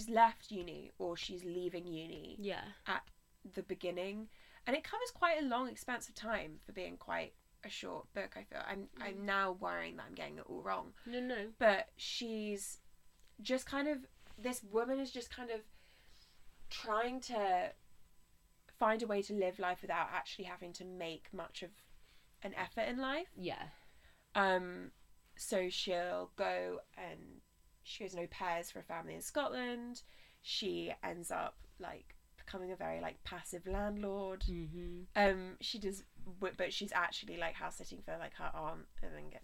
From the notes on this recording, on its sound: It's a little bit of a party because we eat a load of sweets throughout the recording.